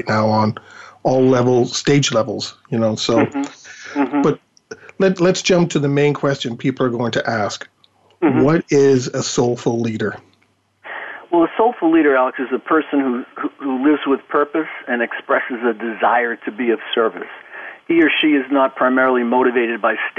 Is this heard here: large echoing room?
no